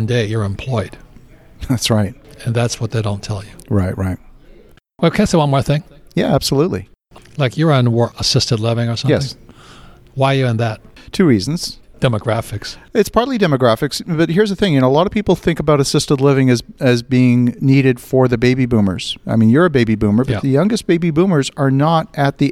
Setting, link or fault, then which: setting, busy venue